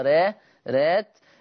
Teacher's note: طبعا حفص يقرأ ويقول الخيرات بتفخيم الراء، ولكن ورش يقرأ بالترقيق، لأن والسبب لأنها مفتوحة ومسبوقة بياء لينة. · Term: ترقيق الراء